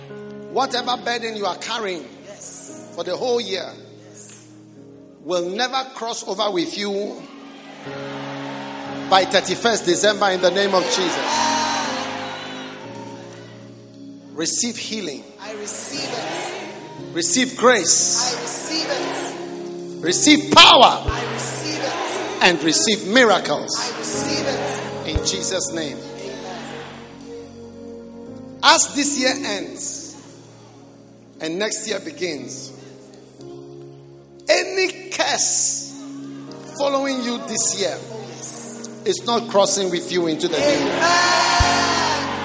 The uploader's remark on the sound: Preached at the Salvation Sunday Service.